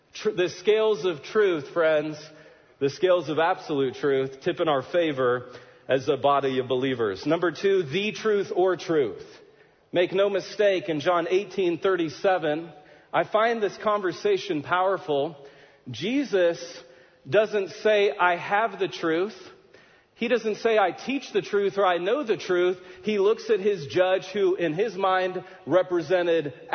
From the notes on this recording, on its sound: In this sermon he gave at Houston's First Baptist Church in Texas